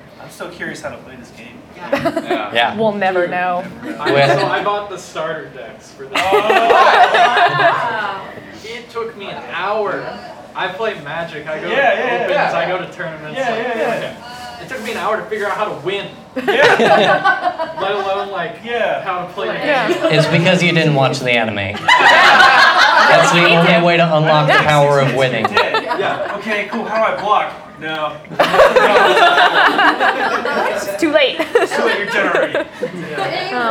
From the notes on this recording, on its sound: AniMonday Live at AnimeCTX in Austin, TX. This is a short question and answer time we had after our live episode.